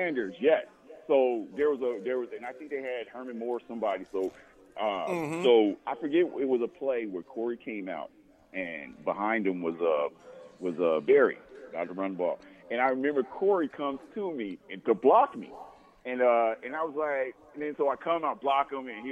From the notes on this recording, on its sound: Live From Daq Shack (4630 Leighton Ave Suite 25)